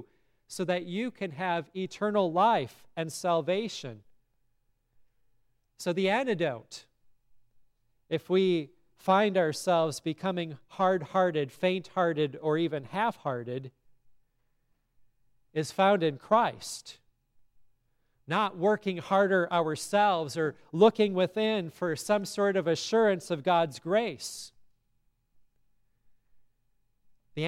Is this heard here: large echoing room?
yes